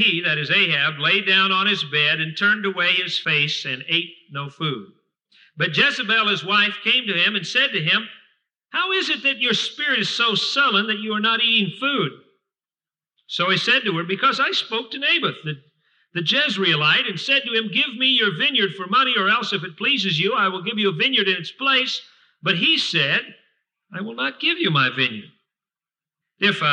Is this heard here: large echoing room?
yes